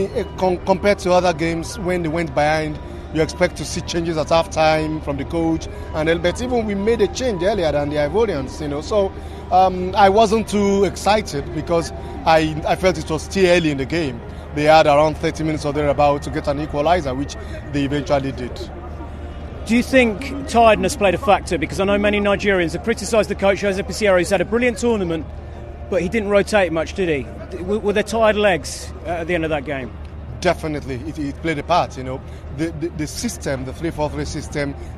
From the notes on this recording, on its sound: reaction from outside the Alassane Outtara Stadium in Abidjan